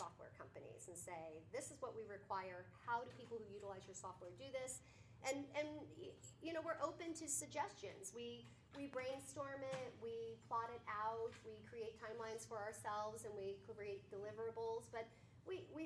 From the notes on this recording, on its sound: This conversation was held at the West Valley office of WeSERV in Peoria with a group of REALTOR® members as part of the WeSERV West Valley Fall Conference 2023